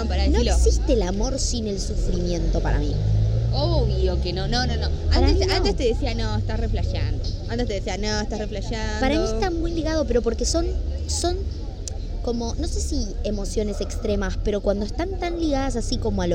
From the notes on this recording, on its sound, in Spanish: Perdón por el ruido infumable de fondo.